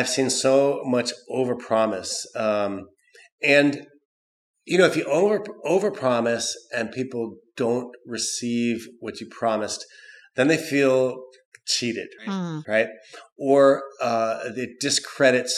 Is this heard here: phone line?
no